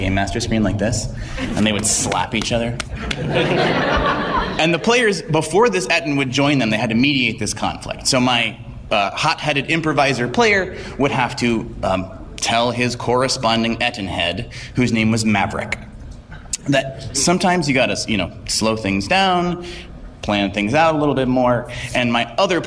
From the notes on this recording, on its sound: Wheelhouse Workshop at PAX East 2017. Here is the audio from Wheelhouse Workshop’s PAX 2017 panel.